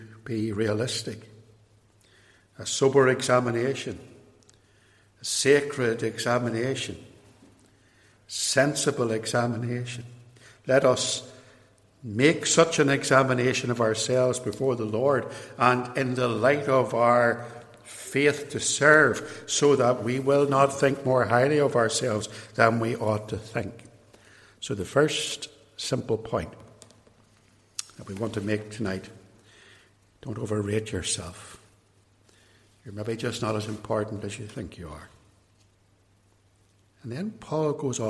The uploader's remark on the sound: This episode is an extract from a sermon preached at Templepatrick Reformed Church, Northern Ireland.